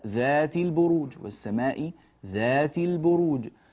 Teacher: فأنتقل من التاء إلى اللام مباشرة، تل، ولا يوجد ألف، لا أقول ذات البروج.